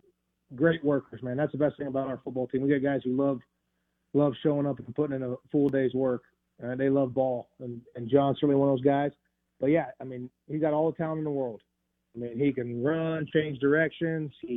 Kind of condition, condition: link, phone line